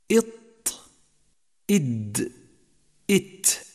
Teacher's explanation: فما يلي اللثة يخرج منه الطاء ثم بعده باتجاه خارج الفم الدال ثم بعده بنفس الجهة التاء تسمى هذه الحروف 3 نطاعية نسبة إلى نطع سقف الحنك الأعلى